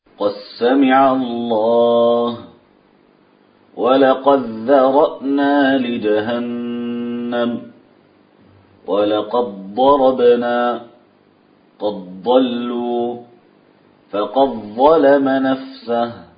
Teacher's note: يدغمون دال قد في الحروف الثمانية